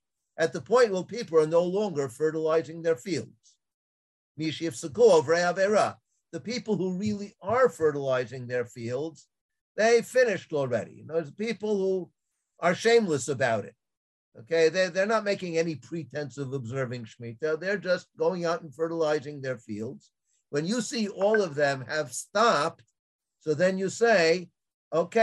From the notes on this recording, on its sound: This audio was originally captured from Zoom